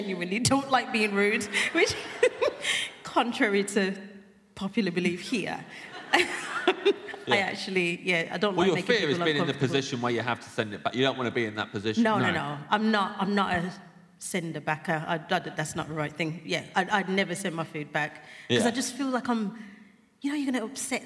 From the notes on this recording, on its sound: It’s our first episode from the Off Menu live tour! Live at the Birmingham Hippodrome.